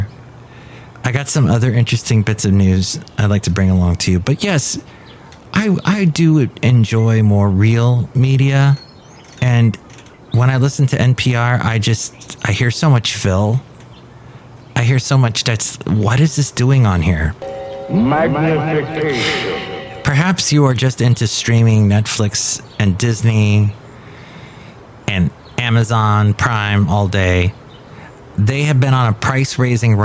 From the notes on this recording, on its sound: podcasts live from Café Anyway